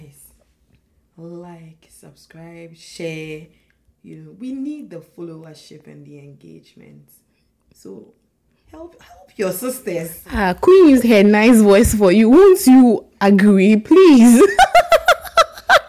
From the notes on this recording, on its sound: Apologies for the low sound which was due to a technical issue in the production of this episode